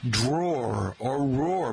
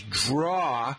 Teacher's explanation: most Americans pronounce it as a single syllable that ends in the R sound · Shown in: first take · like drawer or roar.